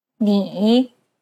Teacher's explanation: It's the most unique tone out of all the tones because the pitch dips and then rises. Ni. Imagine a ball bouncing on the ground as you make this tone. · Term: third tone